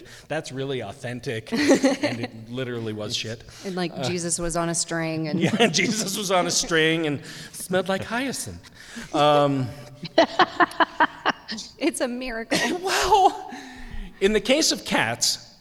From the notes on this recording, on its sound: Records this episode before a live audience at the Community College of Denver .